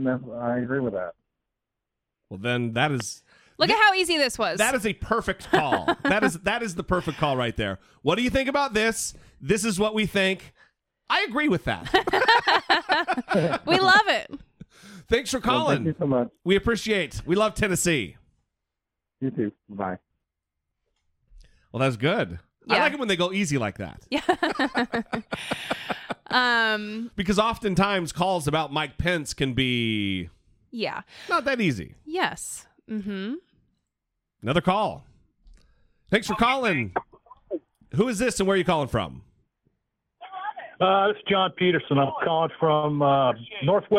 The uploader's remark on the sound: Call-in Episode